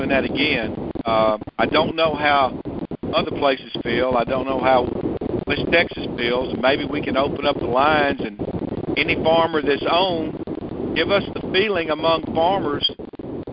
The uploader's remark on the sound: Monthly Cotton Conference Call.